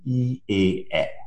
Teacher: the lips are not round when I produce them